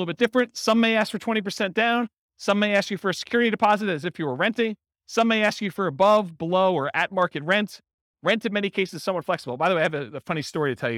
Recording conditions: live audience